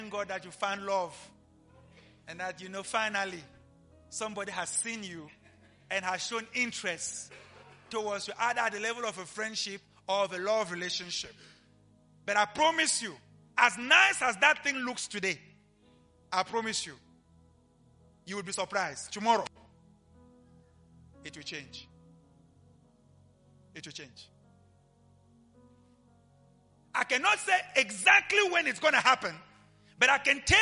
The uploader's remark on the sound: LIVE AT ABC KHALANYONI